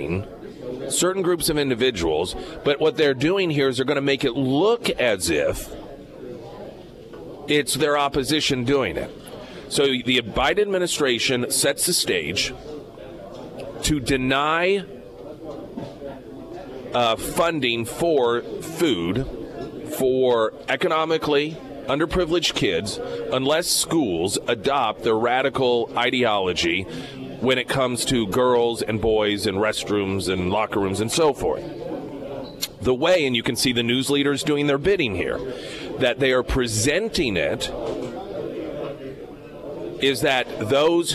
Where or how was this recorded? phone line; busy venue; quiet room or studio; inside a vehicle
busy venue